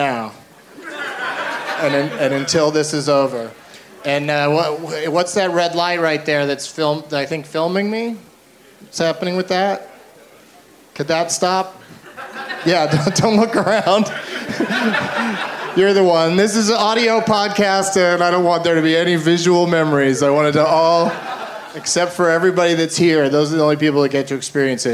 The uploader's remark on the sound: Taped live at the Fantastic Fest in Austin, TX